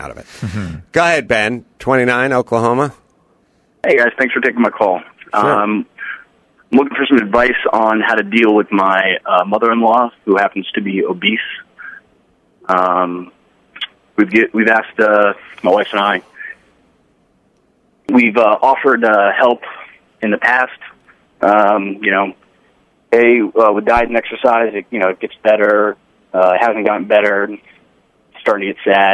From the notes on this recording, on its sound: turn to the phones and speak to a variety of callers